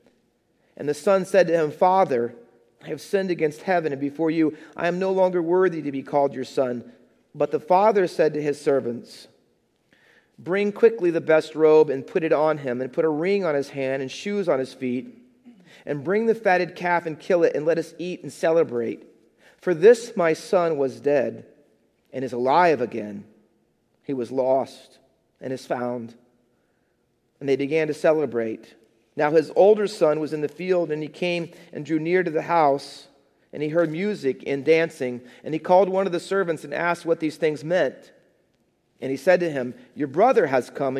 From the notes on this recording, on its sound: Faith Baptist Church in Hamilton, NJ.